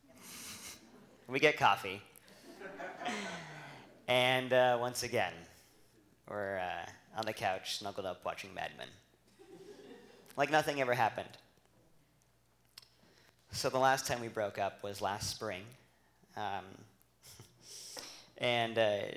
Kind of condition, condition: setting, live audience